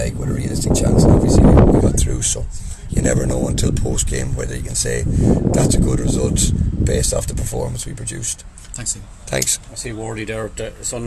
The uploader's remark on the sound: Live from La Línea on Game Day